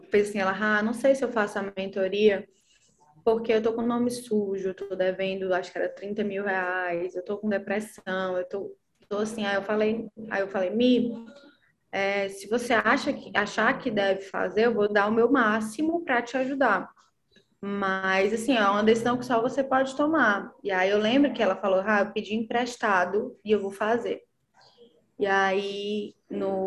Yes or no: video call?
yes